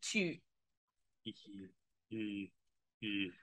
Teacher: the rounded E, which you get in French